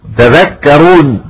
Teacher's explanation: حفص وحمزة وكسائي وخلف قرأ بحذف التاء تذكرون، وباقي القراء أفهموا التاء في الذال تخفيفا لينطق بحرف واحد